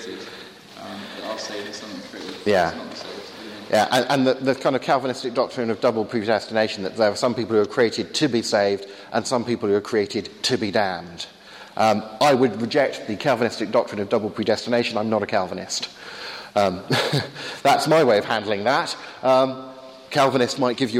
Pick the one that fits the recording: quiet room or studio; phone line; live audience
live audience